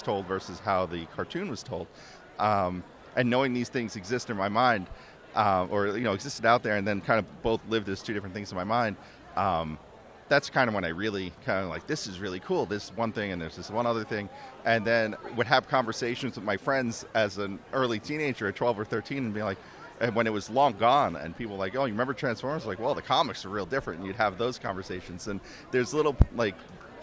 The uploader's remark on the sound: Recorded on the convention floor at the 2018 New York Comic Con